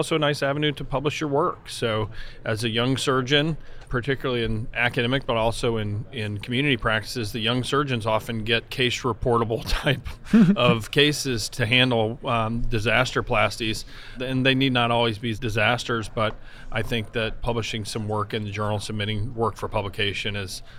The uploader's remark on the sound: recorded at the 2021 AAHKS Annual Meeting